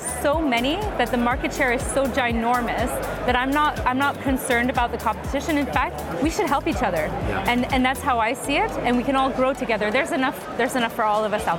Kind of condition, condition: setting, busy venue